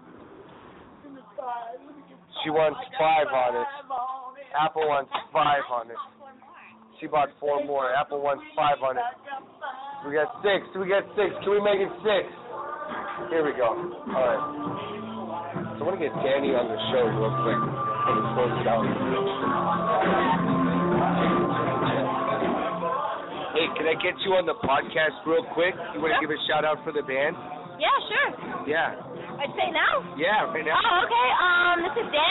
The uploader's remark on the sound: Broadcasting live from the old Towne pub in Pasadena! Night three of the Old Towne Rising fest!